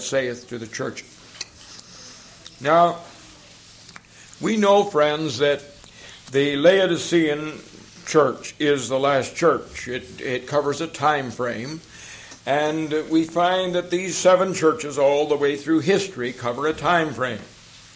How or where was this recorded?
large echoing room